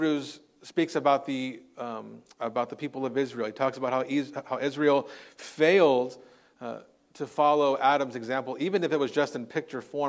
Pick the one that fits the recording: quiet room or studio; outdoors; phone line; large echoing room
large echoing room